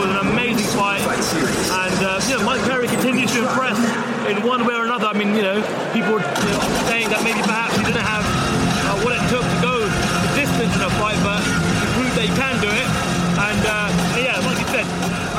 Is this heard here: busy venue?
yes